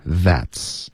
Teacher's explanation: 它不是舌尖碰上颚，而是碰上齿